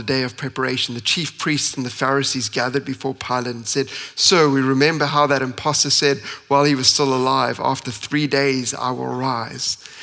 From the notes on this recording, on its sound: at Common Ground Church Rondebosch on the 9th of April 2023.